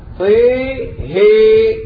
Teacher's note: بإمالة الطاء والهاء فيقرؤون هكذا